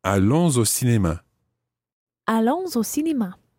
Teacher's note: you can pronounce the S at the end of allons because it's followed by O